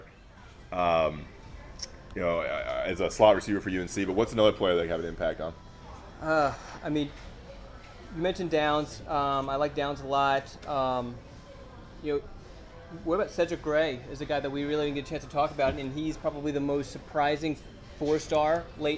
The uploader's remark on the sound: Live From IC's 2020 National Signing Day Event. The IC crew comes to you live from the Hickory Tavern in Carrboro for the 2020 National Signing Day Event. Answer questions from the members of the IC community in attendance.